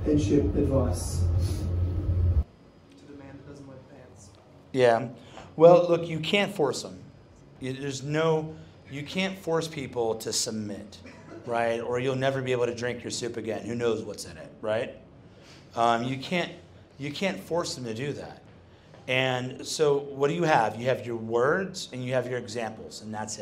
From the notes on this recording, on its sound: hosted on the night before Stand Firm Conference 2023 at a bespoke Men's Muster held in Fortitude Valley, Brisbane.